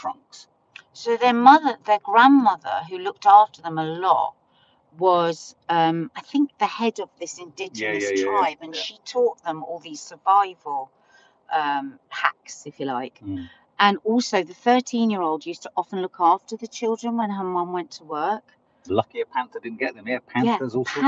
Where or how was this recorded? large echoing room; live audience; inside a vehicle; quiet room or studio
inside a vehicle